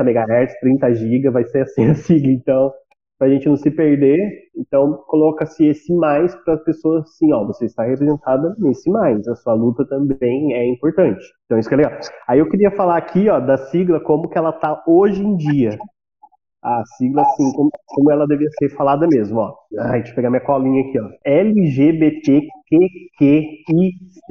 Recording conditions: poor sound quality